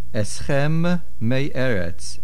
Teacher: Eschem ends with a mem, Mei Eretz begins with a mem. Make sure we hear both.